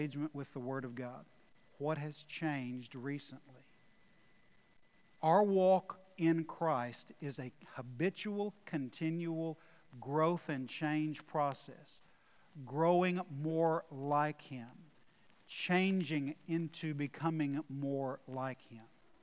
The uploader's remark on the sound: Recorded live at The Fellowship in Nashville on Sunday, August 8, 2021.